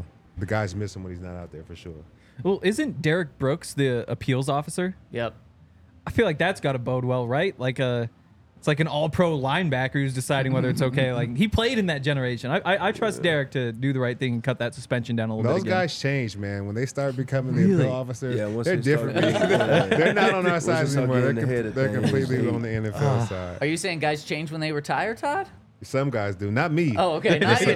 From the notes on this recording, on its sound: coming to you LIVE from the DNVR Bar